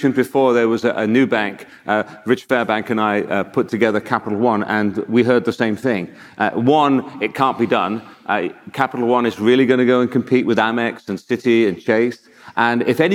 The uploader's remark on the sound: This recording is from Fintech Nexus USA (formerly known as Fintech Nexus USA) held at the Javits Center in New York City on May 25-26, 2022. It is from our Keynote stage.